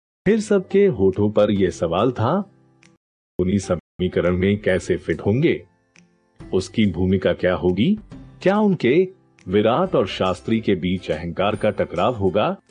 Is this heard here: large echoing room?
no